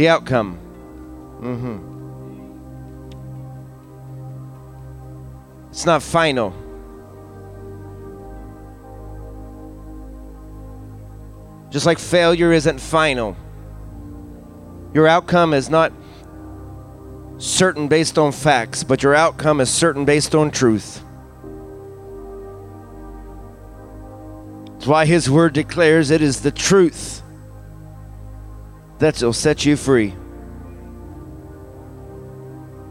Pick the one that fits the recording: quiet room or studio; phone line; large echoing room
large echoing room